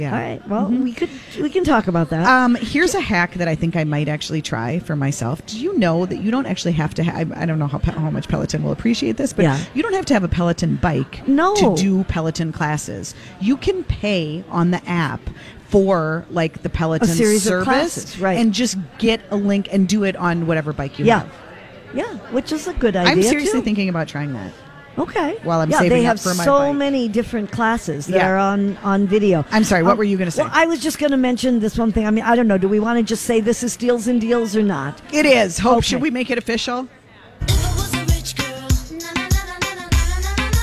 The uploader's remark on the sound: Broadcast Live at the Galleria for Small Business Saturday!